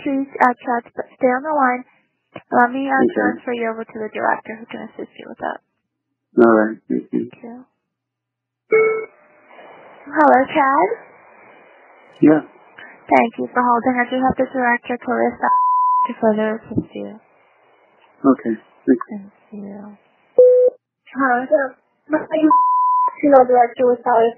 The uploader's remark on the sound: bizarre phone call with Valley of the Sun Mortuary